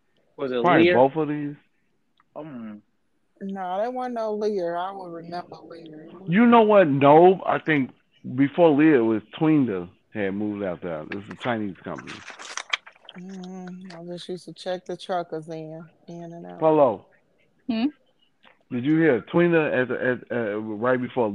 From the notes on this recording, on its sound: we have phone conversations